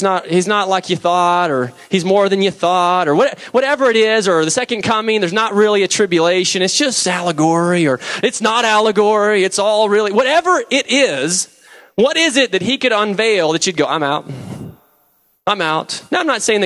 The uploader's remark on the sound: preached November 11, 2007 at Deliverance Bible Church, Hurst, TX.